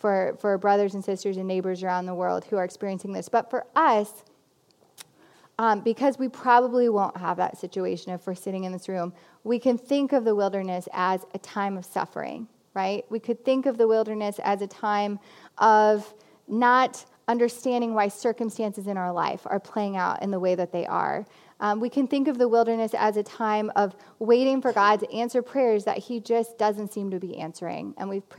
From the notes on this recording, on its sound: This Lenten message was preached at CityChurch in Iowa City on March 1, 2020.